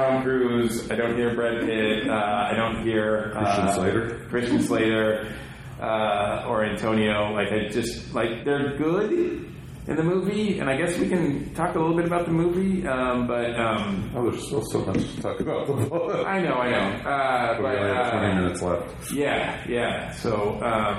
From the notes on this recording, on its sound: Recorded live at Monsterama!